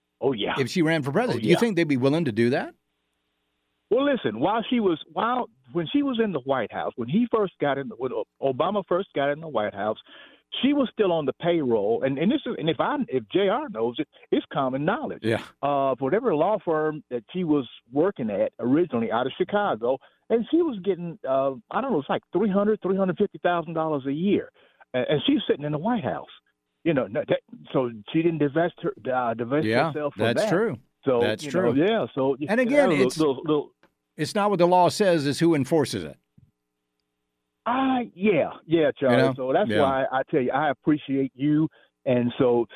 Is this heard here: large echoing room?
no